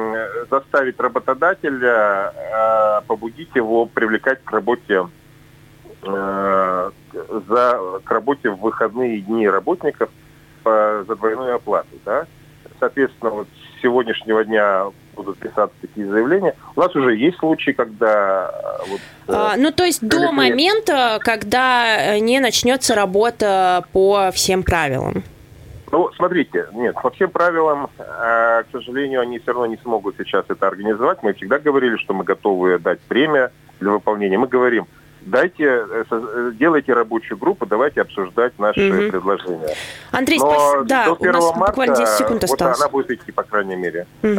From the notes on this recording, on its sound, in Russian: По телефону